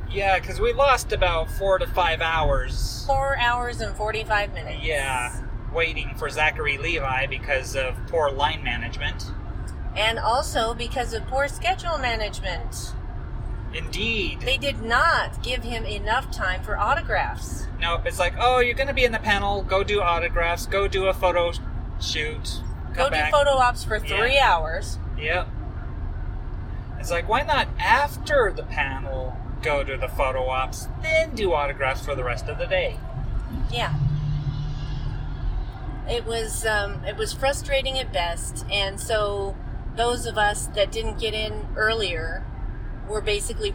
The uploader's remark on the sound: FanX 2019 Spring Report. That is, we visit celebrity row. Also, we visit vendor and artist booths on the convention floor. Furthermore, we attend a number of panels.